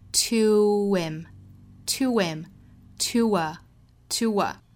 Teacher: 跟后面连读就会带出小 w 的音 to him, to her,这个发音就是这么来的了，H 音被完全忽略掉了。好，我们继续看今天早读。